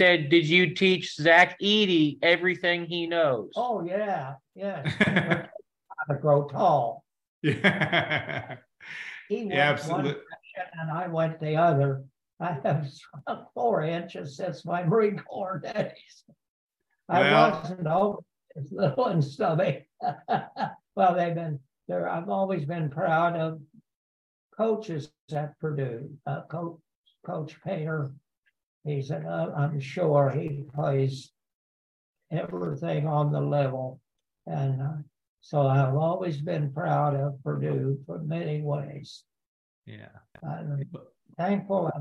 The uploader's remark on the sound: Zoom from his Missouri home